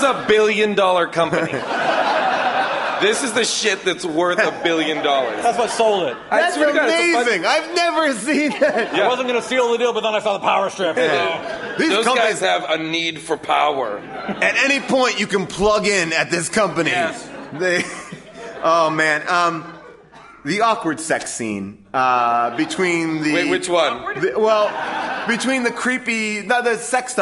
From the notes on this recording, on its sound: Recorded live at the Largo theater in Los Angeles.